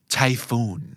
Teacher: ภาษาอังกฤษสำเนียงอเมริกันออกเสียงไต้ฝุ่นว่าชายฟูนสเตรสพยางที่สองนะครับ